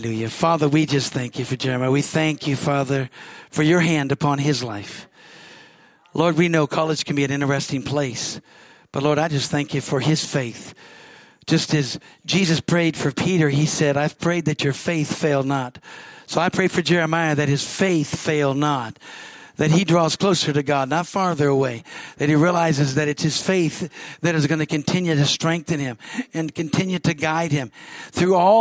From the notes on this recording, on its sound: from the Sunday service on July 30, 2023 at Harvest Bible Church in Stockton, CA